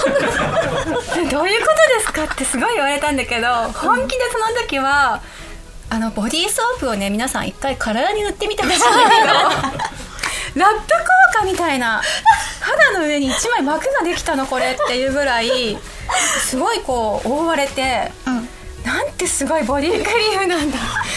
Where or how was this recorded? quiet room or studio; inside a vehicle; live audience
live audience